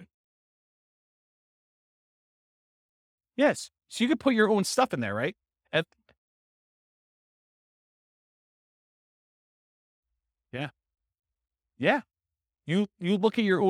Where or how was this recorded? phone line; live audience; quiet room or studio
live audience